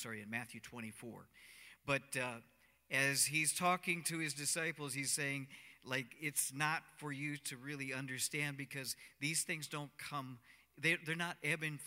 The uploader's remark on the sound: Cornerstone Fellowship Sunday morning service, streamed live on Nov 15, 2020